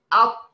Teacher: لسان المزمار كده رجع قليلا الى الخلف، واصبح قريبا من الجدار الخلفي للحلق · Term: الاستعلاء